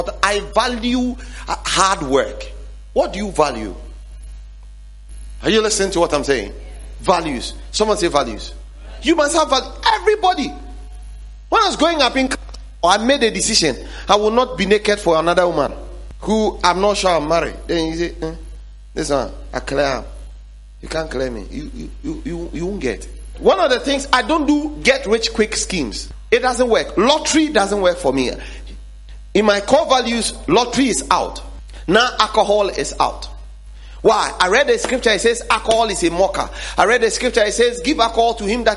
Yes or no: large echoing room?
yes